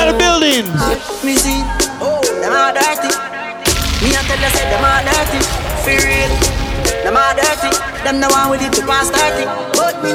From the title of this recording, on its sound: LIVE IN SEATTLE